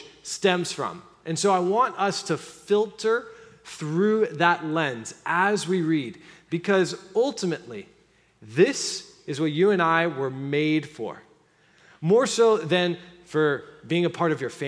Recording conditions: large echoing room